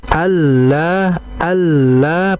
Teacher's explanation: lam di situ bertasydid maka sedikit dihentak dan juga ditahan untuk menunjukkan lam bertasydid.